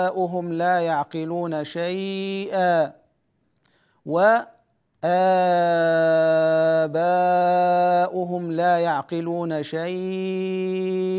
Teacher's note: شيئا، هذا الثاني. الثالث مد البدل مع الوجهين في اللين، يعني نمد البدل إشباعا مع التوسط والطول في اللين